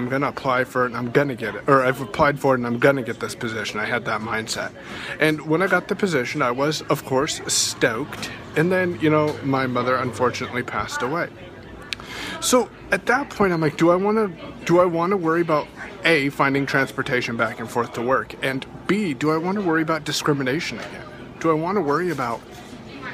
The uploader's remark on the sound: I recorded this scope while live at Starbucks today